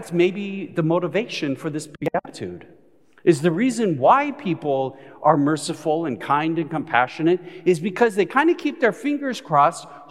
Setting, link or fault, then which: setting, live audience